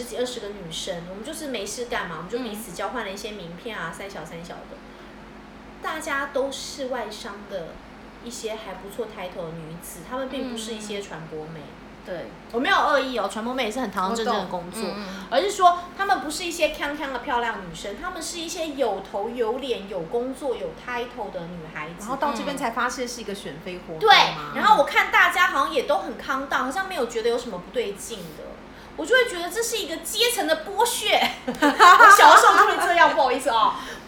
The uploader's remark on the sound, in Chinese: 喝酒那些事系列由於是試錄集，收音設備非常陽春，請海涵～。